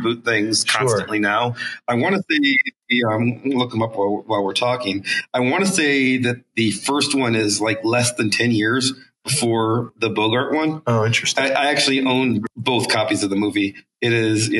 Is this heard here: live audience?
no